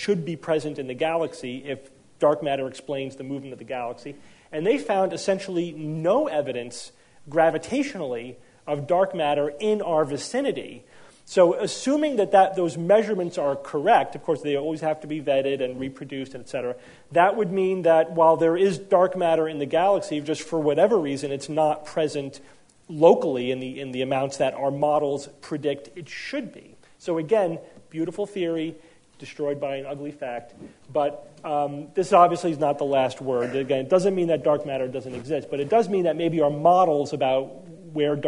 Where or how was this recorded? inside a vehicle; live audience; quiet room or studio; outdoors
live audience